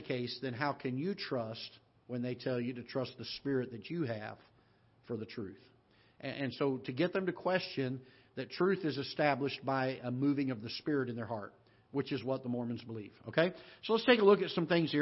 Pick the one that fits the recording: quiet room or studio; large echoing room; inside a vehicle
large echoing room